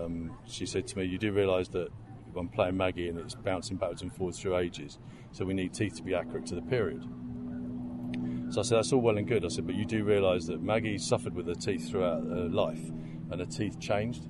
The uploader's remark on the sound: outside the venue as it was far quieter than inside